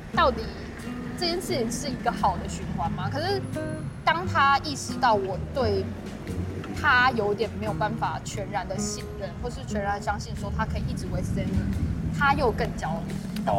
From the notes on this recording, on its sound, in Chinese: 這次節目錄製走進「街頭」。有些車聲、吵雜聲，先跟各位聽眾說聲抱歉！